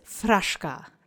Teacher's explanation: Let's say fraszka together 3 times. And yes, you will need your duck face because of the sh phoneme. So round your lips in front of your teeth